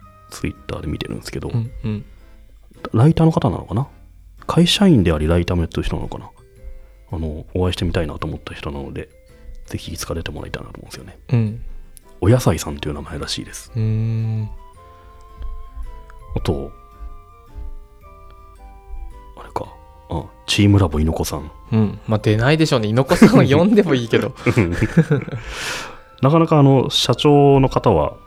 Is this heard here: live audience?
no